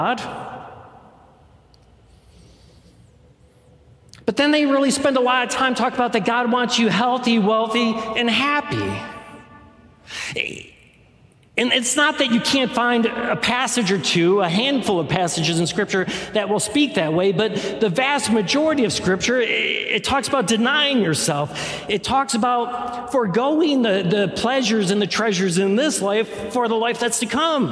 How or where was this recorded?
live audience